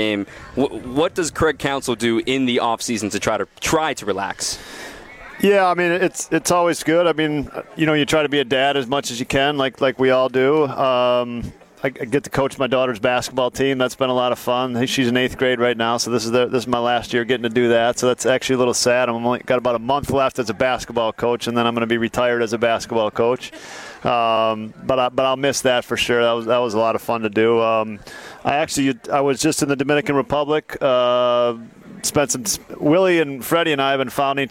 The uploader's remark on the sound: live from Dugout 54 in Milwaukee